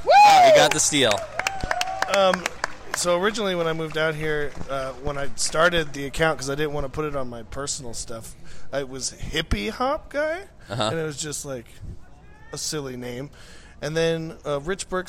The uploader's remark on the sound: Live in Hillsboro, Oregon at Ron Tonkin Field, home of the Hillsboro Hops - High A Affiliate of the Arizona Diamondbacks.